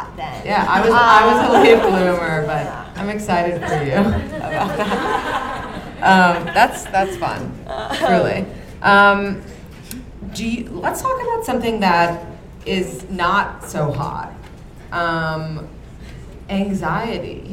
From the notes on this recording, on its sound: In this live episode from Caroline's On Broadway.